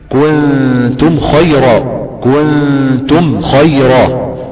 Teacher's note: إظهار واضح جدا لحرف الميم وعدم إخفاء عندها أو إضغام